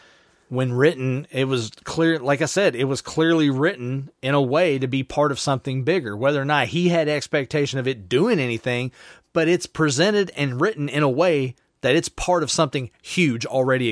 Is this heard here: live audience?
no